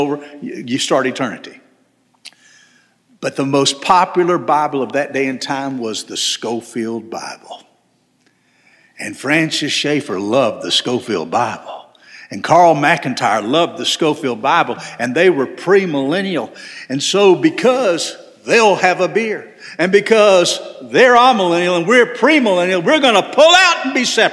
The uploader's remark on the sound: This sermon was delivered on November 19, 2023 at First Baptist Church Hendersonville, NC.